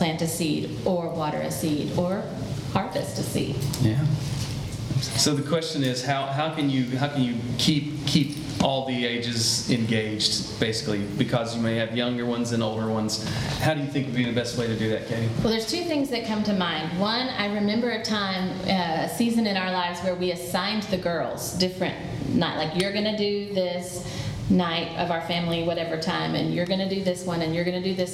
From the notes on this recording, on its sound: Today’s audio comes from the National Disciple Making Forum by Discipleship.org. D6 Family hosted a track called “Discipleship in the Home.”